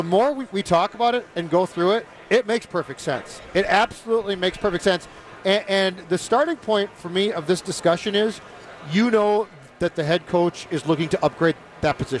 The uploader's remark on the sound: live from Radio Row all week